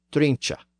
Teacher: this generic eh sound at the end of many words had stopped being pronounced in the North, but it continued to be pronounced in the South